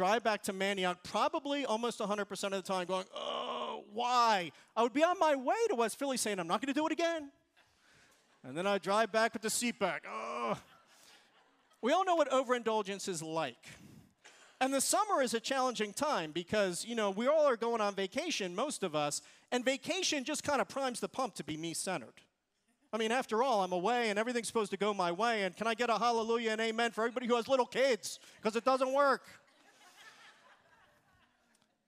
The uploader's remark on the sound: Recorded service from July 30, 2023.